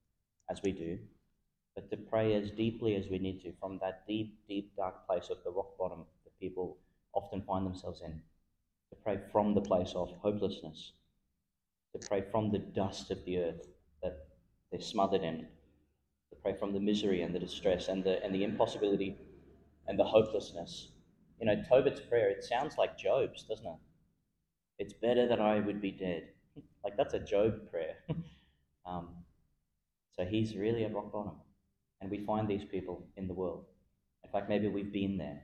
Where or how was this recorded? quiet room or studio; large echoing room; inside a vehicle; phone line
large echoing room